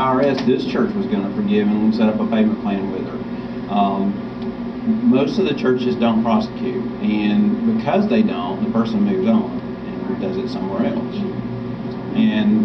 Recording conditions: poor sound quality